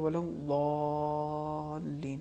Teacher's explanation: اس میں بھی صفت استعلاء ہے، صفت اطباق بھی ہے، لہذا حرف ضاد کو مزید تفخیم کے ساتھ پڑھا جائے گا